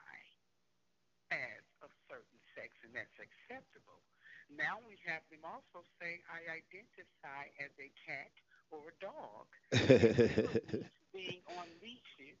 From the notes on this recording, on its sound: Had two guest over the phone today